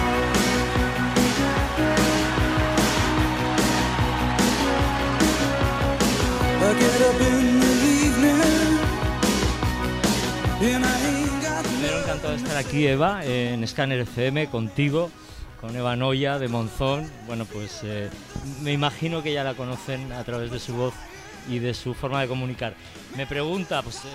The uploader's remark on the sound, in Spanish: Primer día de retransmisiones en directo desde Gramola, la feria musical aragonesa que se celebra en Monzón (Huesca).